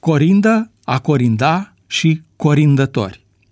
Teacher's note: L, intervocalic, suferă rotacizarea, adică devine R